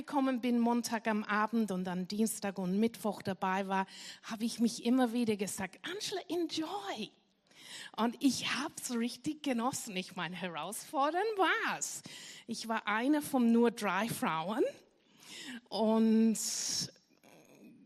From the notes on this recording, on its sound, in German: Gottesdienst live aus der LIFE Church Wien.